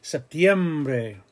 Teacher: Remember that IE is a gliding diphthong. Septiembre is just kind of like coming down a slide.